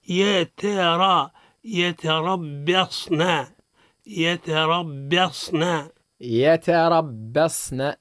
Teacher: الباء مرقة وقعت بين مفخمين، الراء مفخمة والصاد مفخم · Term: المرقق بين مفخمين